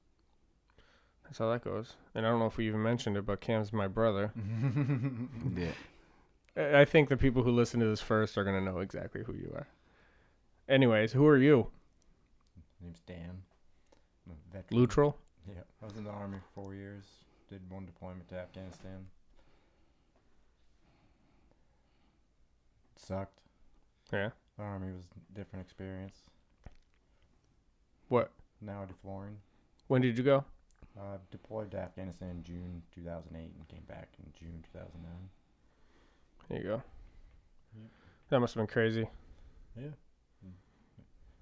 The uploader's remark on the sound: Sound was messed up so bare with it.